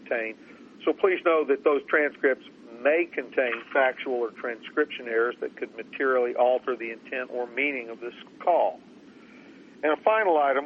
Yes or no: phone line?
yes